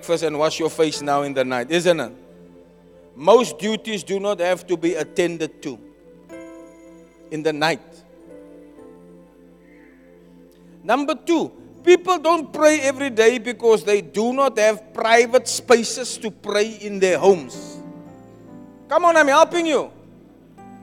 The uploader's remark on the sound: Preached at Zion Sanctuary, Cape Town on the 13 August 2023